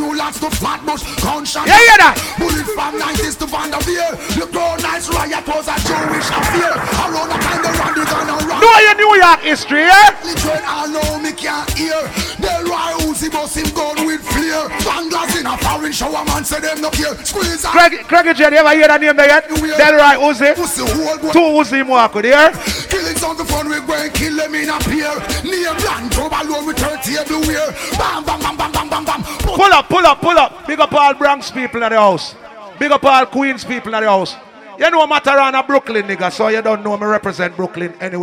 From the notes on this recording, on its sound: LIVE AT SEAFOOD TUES NYC 3.8.16.